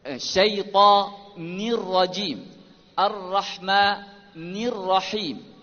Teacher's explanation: Oleh kerana nun baris bawah duduk dekat dengan ra yang tebal, biasanya ra yang tebal mempengaruhi kenipisan nun, menyebabkan nun jadi tebal, risau nun jadi dhammah, jadi baris depan.